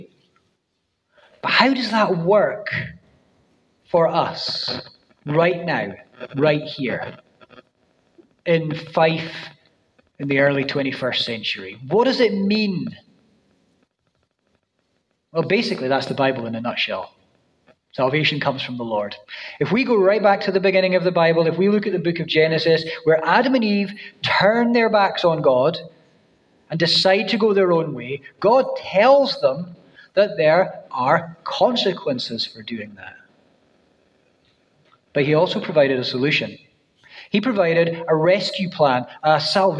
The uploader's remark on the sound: First preached at New City Church, Dunfermline on 17 September 2023